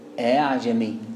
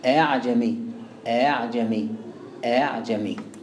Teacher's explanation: بين الهمزة وبين الألف، لا همزة ولا ألف، لا همزة ولا ألف · Shown in: first take · Term: الهمزة المسهلة